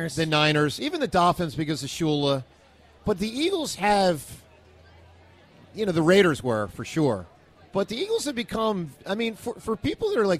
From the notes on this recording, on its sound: LIVE In Sea Isle. With the WIP Morning Show.